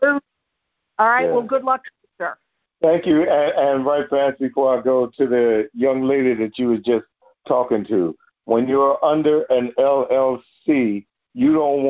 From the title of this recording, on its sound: Q&A Call